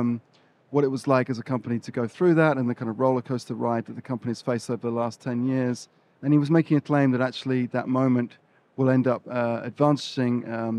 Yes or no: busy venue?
yes